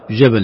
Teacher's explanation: الجيم خشعت، صارت رخوة وليست شديدة